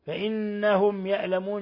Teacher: ميم ساكنة جاء بعدها الياء إظهار شفوي